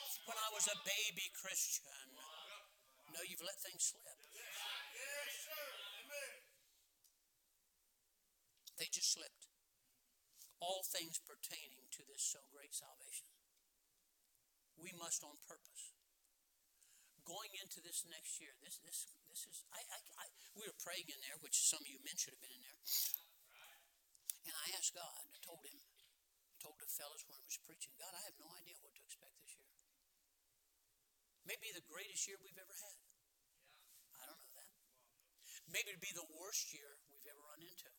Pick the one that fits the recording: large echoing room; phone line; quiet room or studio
large echoing room